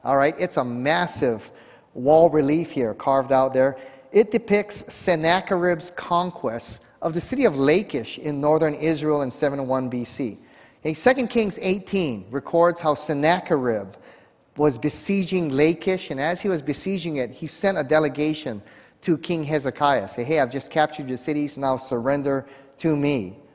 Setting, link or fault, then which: setting, large echoing room